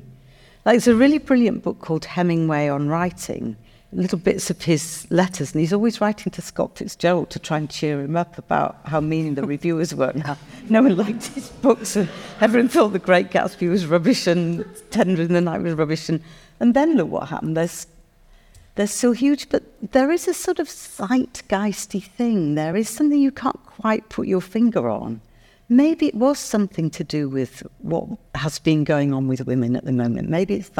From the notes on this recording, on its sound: In this episode, which was originally recorded as a live event.